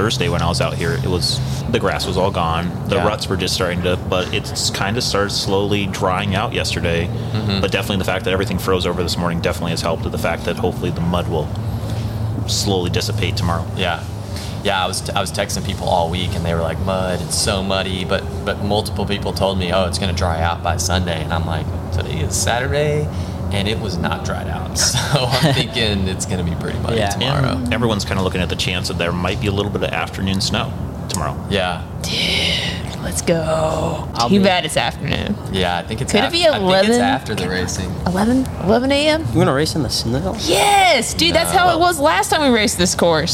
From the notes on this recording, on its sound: This episode was recorded at Nationals and we were unable to get a soundproof space. There are extra sounds of horns, cheering, and chatter. During the weekend of Cyclocross National Championships in Hartford, Connecticut.